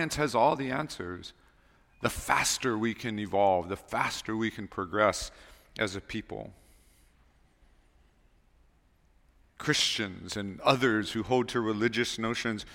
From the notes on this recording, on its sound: Recorded on February 25, 2024 at Waialae Baptist Church.